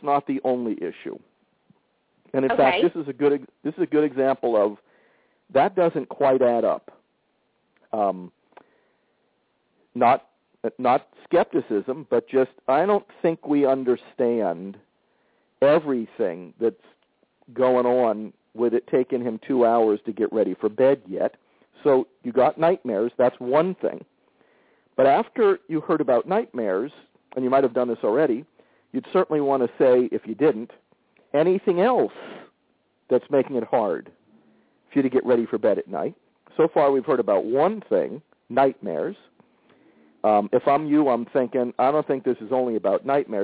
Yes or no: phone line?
yes